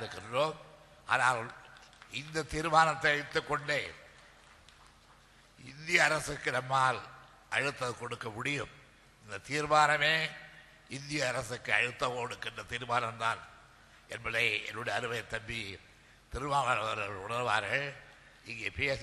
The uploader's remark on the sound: TESO Conference Speech